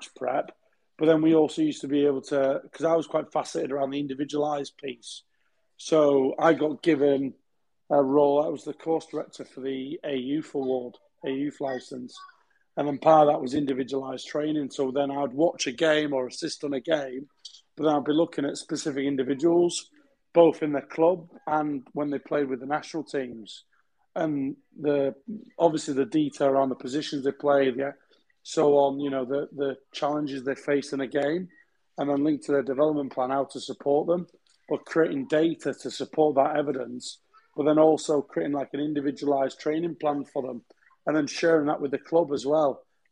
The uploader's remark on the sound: These discussions take place live as part of a Twitter space